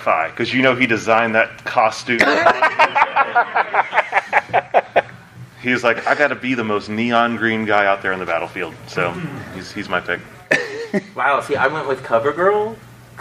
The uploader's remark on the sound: This episode was recorded in front of a live audience in Atlanta at Dragon Con 2021.